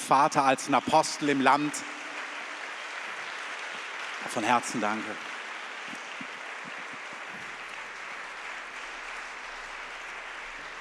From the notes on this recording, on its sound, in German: Das ist ein Teil der Abschlussveranstaltung von “GOTTES HERZ TREFFEN BERLIN 2020 –TOGETHER TOGETHER” von der ELIA-Bewegung.